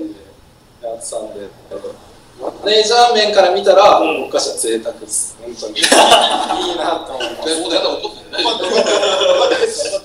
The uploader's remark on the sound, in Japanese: 札幌で初の公開収録。通話音声のため、お聞き苦しいところがありますが、ご了承ください。